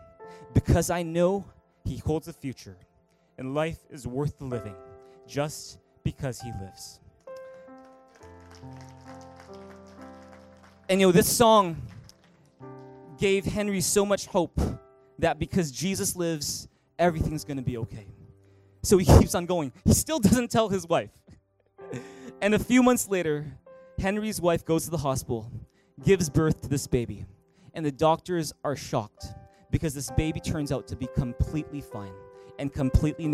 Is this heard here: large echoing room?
yes